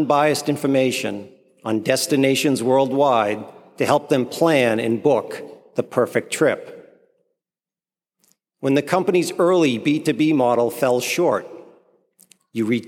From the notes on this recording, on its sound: Delivered the graduate commencement ceremony address.